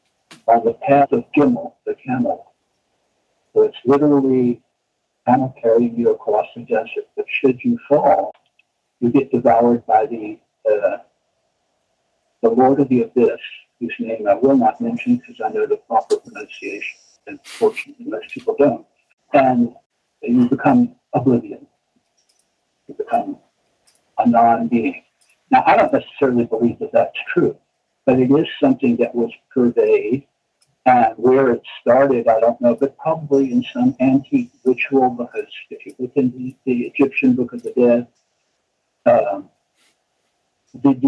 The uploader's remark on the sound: After the technical difficulties we experienced during the recording of this interview we have completely overhauled our recording software.